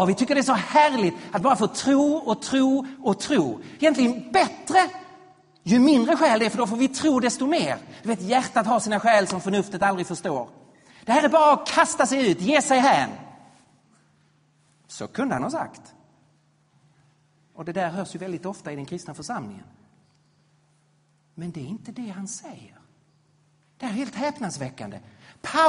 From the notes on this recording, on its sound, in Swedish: Inspelad vid Credoakademins f&#246;rel&#228;sningsserie &quot;Till den kristna trons f&#246;rsvar&quot; i Betlehemskyrkan i Stockholm 2013-02-03.